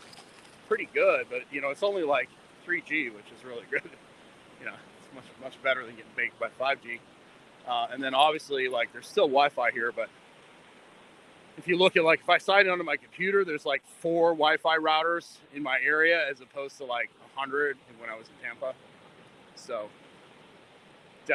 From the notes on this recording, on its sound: Test live from the beach. Testing live streaming from a cell phone on the beach. Recording from the beach with good reception.